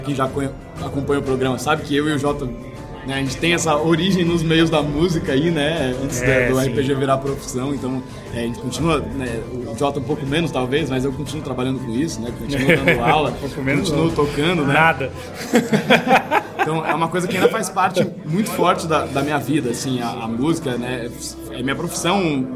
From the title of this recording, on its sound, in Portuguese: Ao vivo do Balde Galático